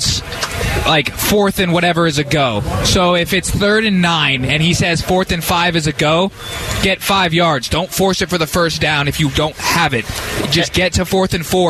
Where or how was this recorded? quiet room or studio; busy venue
busy venue